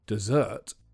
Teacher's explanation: If you say the word with the stress on the second syllable, desert, then it means the sweet course you sometimes eat at the end of a meal.